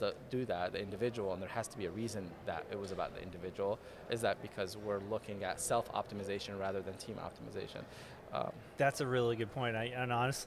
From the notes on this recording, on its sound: GBMP Live! From the GBMP Northeast Lean Conference!!